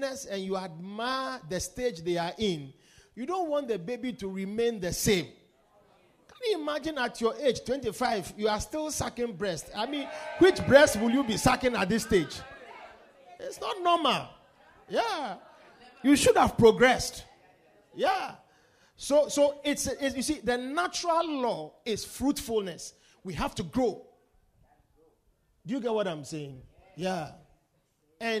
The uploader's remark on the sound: Preached at The Victory Secrets Service.